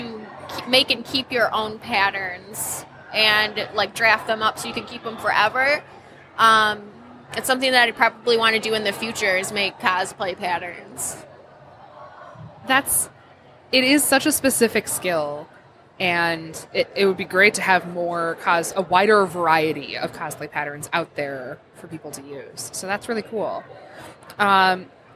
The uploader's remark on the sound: Live at LTU Expo